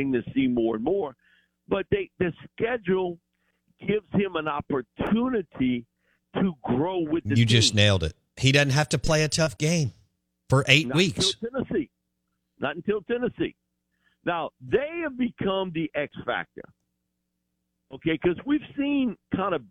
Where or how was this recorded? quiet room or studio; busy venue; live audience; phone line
phone line